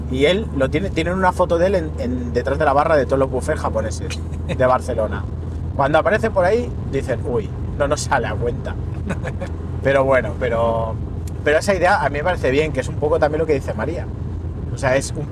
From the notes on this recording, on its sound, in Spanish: Lo primero de todo es pedir disculpas por la calidad del audio, este episodio ha sido grabado durante un viaje a Andorra y en el acto durante el trayecto en coche, sin ninguna preparación. Una charla espontánea entre amigos.